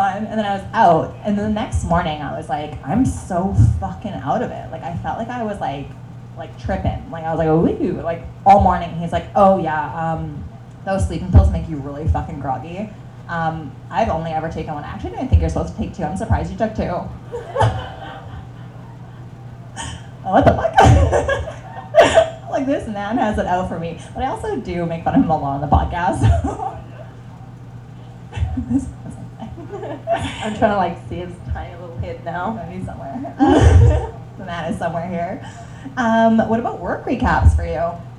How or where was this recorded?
live audience